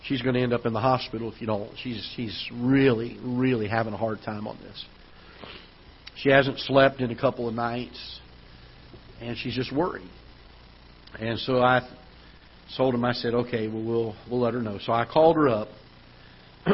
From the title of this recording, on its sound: Ketha Heights Baptist Church ~ Live Broadcast